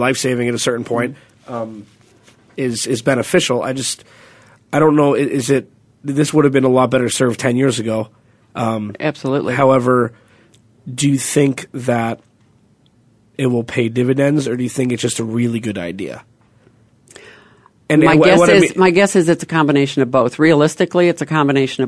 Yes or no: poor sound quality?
no